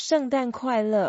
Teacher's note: All the four characters are in fourth tone.